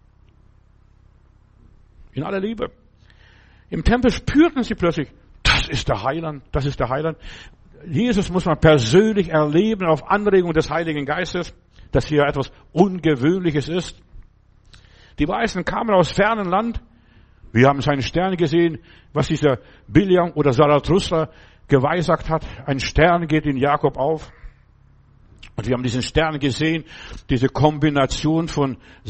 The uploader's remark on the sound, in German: Im Gemeinde-Zentrum in Berlin aufgenommen.